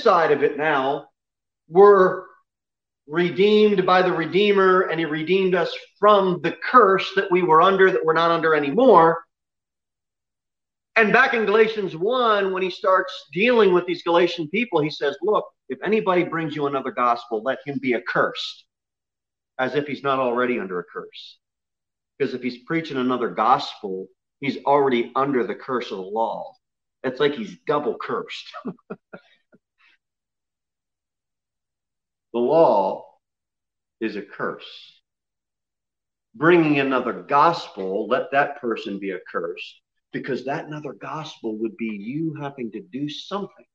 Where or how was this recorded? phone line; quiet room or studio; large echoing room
large echoing room